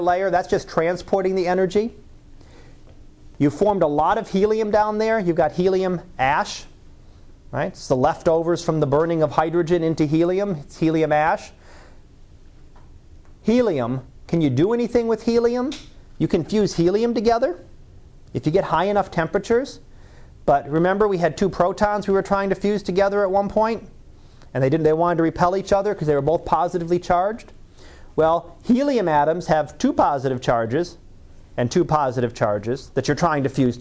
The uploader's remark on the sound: Live Class Lecture